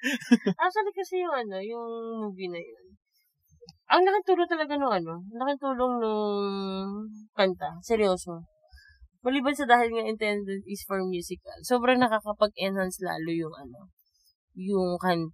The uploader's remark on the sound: In this poorly recorded and mixed episode